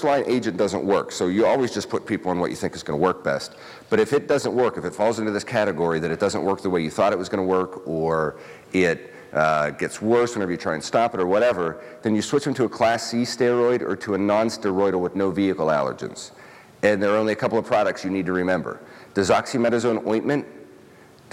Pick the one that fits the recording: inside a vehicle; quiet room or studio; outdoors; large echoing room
large echoing room